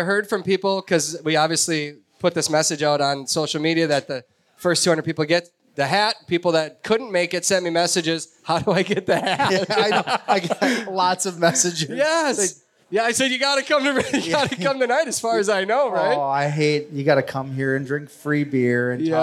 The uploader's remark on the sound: Pheasant Opener LIVE in Sioux Falls. Join us for a LIVE show. Questions from the audience.